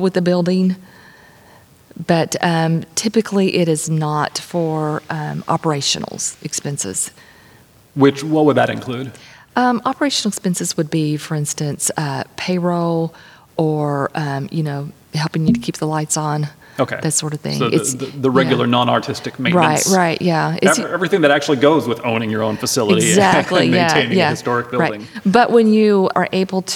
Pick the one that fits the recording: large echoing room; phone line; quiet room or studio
large echoing room